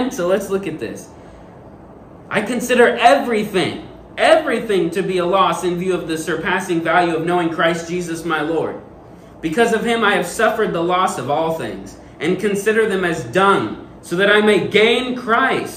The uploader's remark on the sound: This sermon that was preached at first love church.